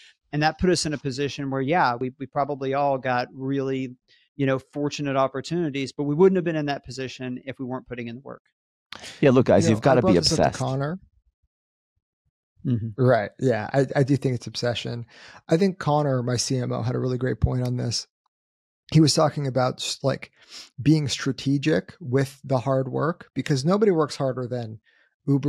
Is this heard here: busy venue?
no